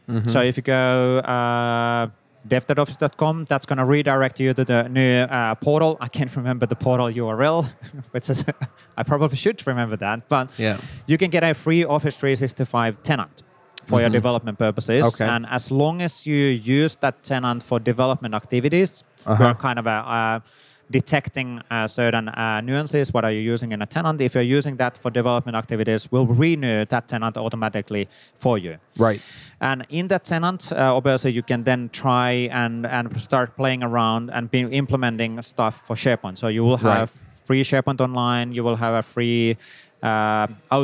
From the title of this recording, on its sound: LIVE at Microsoft Build